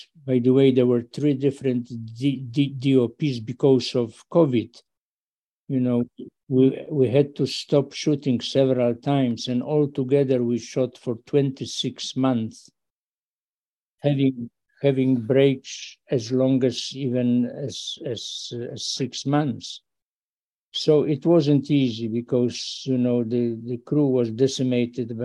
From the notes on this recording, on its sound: Over Zoom. Wasn’t able to attend this year’s festival in person.